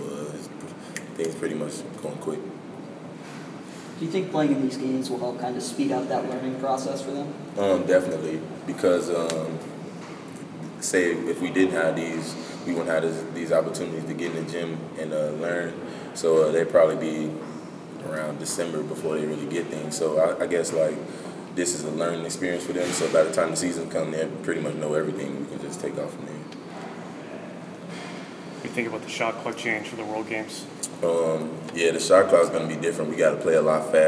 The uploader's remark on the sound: Press Conferences & Post-Game Interviews.